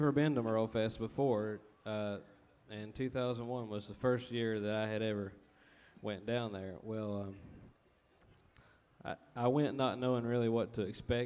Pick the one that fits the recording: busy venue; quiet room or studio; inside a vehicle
busy venue